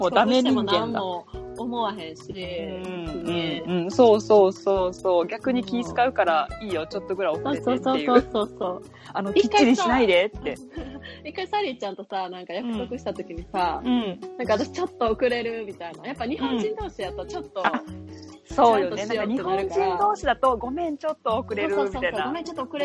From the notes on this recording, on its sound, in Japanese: オンライン収録の為、音声が乱れたり聞き取りにくい箇所が多々あります。